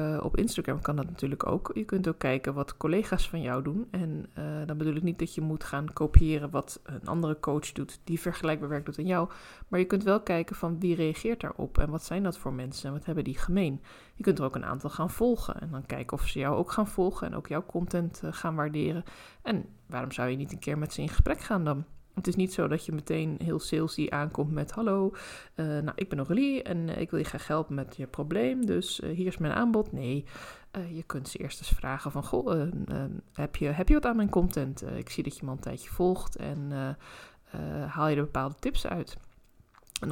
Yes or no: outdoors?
no